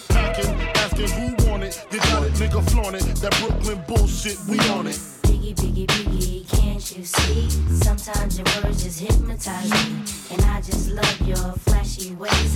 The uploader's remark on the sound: Originally broadcast live on March 28, 2016 from the storefront of Meridian 23 music bar